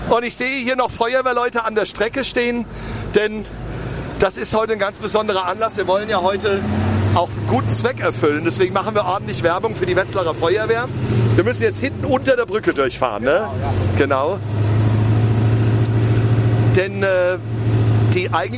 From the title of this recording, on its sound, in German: Live aus dem Großtanklöschfahrzeug BJ 1976